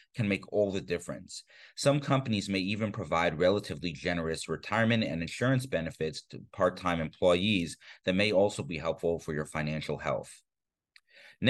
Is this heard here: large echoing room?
no